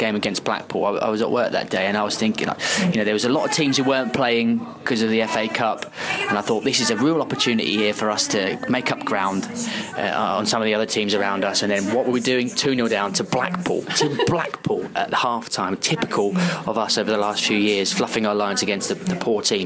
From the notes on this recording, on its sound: Live Special. A special podcast recorded live at The Anchor Bankside pub in London, as part of #MenUnited with Prostate Cancer UK.